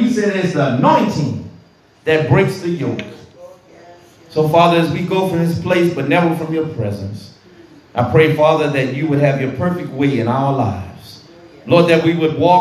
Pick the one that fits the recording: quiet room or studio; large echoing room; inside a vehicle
large echoing room